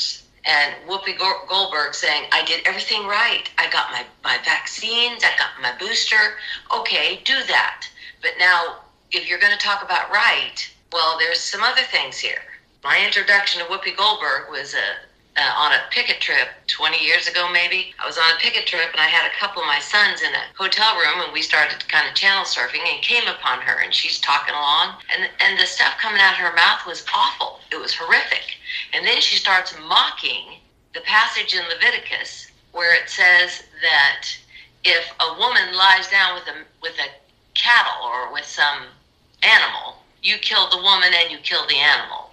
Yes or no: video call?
yes